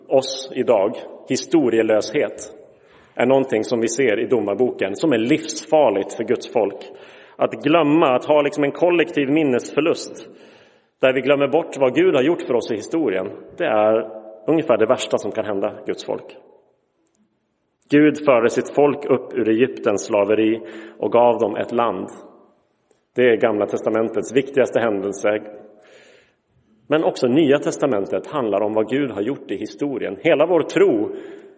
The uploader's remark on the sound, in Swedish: Inspelad i Roseniuskyrkan den 8 januari 2023.